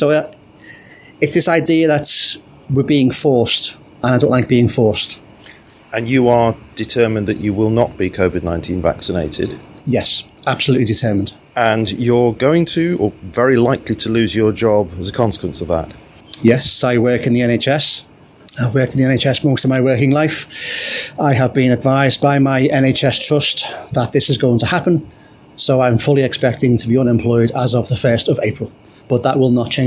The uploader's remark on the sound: Each Sunday morning I take part in "A Stand in the Park" in a nearby town here in Lancashire. In the form of an "audio diary". Just to give a sense of the atmosphere of the Stands. My gracious friends at the Stand, who kindly agreed to speak for this recording.